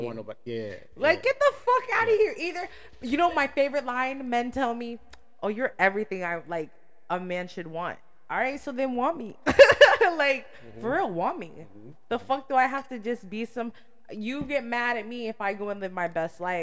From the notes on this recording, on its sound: Sorry about the echo! New mic on the way!